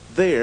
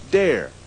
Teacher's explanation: the TH sound is replaced by a D sound · Shown in: second take · There becomes dare.